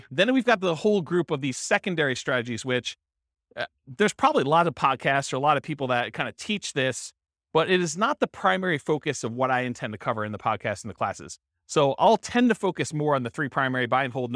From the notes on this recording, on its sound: This was a live class recorded